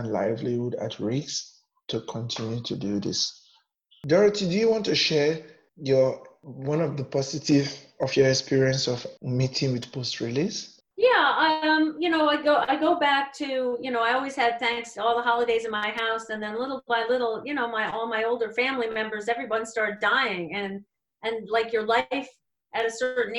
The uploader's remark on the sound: Recorded at my home studio and Interview was conducted with Zoom technology.